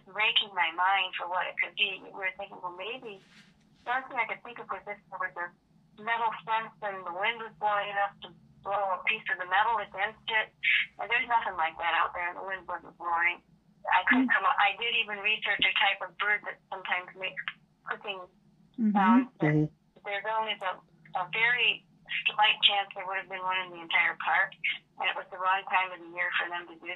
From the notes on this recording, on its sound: Phone interview.